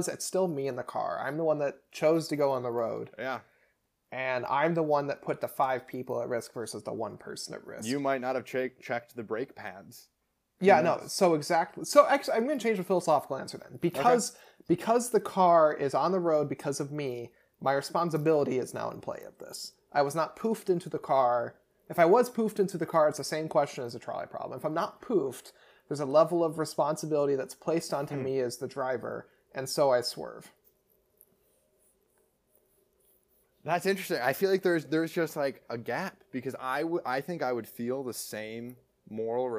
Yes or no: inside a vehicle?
no